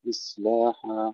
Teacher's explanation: سكون الصاد مع همسها وصفيرها ورخاوتها، وترقيق اللام أيضا في غير الورش، إصلاح.